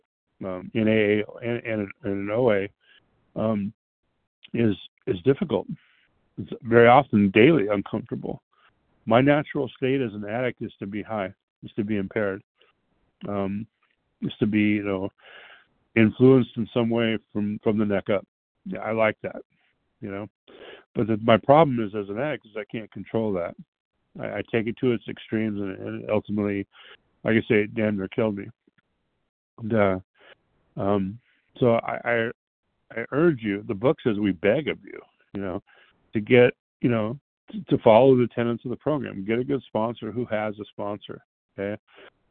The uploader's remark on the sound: 100 Pounders Phone Meeting, 1/29/23